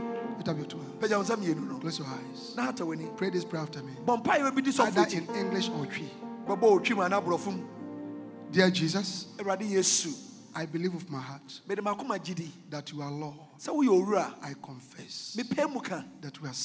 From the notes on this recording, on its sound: Preached at The Jesus Encounter Service at The Life Cathedral.